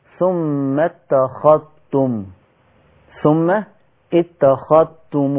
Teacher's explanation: قرأ شعبة بإدغام الذال في التاء